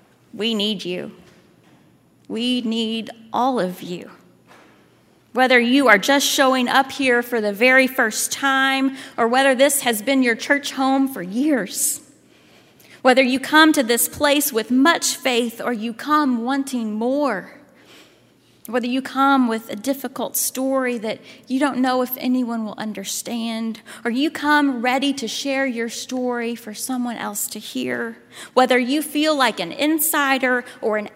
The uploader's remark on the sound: at Highland Baptist Church, Louisville, Kentucky